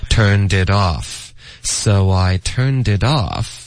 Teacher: turned 跟 it 连读，turnedit，it 跟 off，turned itoff，it 跟 off 这里也要连读